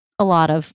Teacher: And if you ask them, they'll be like, no, that's a T. Well, you're not making it a T. You're making it like a D. · Term: flap T's